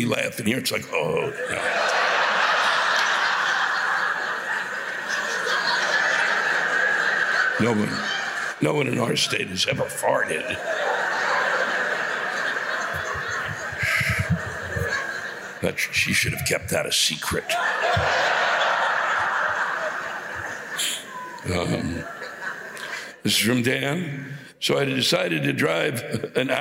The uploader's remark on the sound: You Can Hear The Wild Applause.